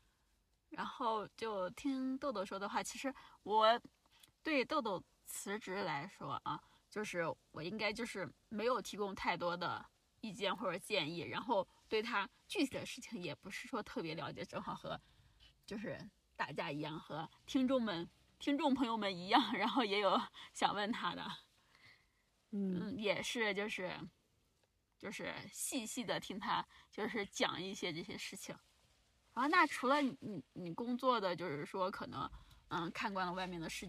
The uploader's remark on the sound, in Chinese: 这期节目录制于”大西洋最后一滴眼泪“赛里木湖的湖边停车场的车内。我们在夜晚的星空下畅谈。